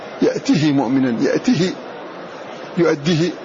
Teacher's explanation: المراد بالقصر في هذه الكلمات النطق بها مكسورة كسرا كاملا من غير إشباع. وقد يعبر عن هذا القصر بالاختلاس.